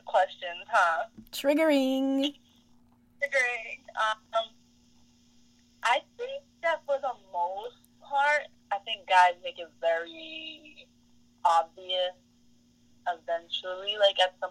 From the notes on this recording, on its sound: call in guests